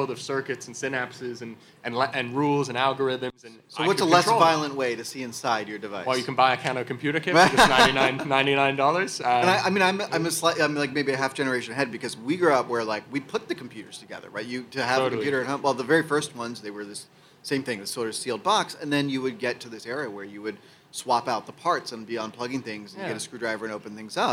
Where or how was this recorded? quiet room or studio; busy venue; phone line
busy venue